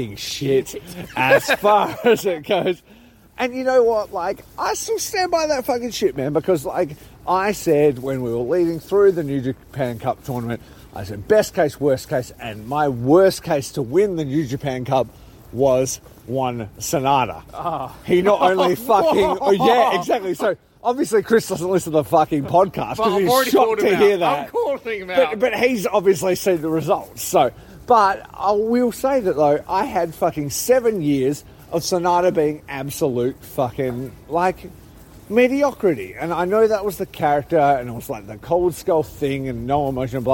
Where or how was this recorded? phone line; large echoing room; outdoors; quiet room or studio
outdoors